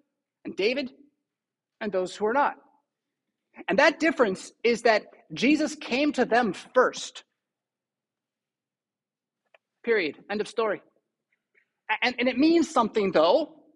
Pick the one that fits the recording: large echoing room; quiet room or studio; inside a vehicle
large echoing room